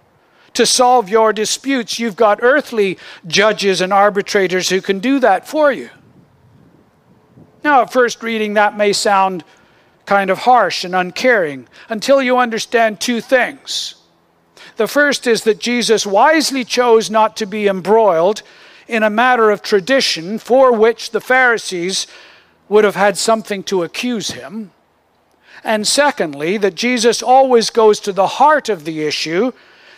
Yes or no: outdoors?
yes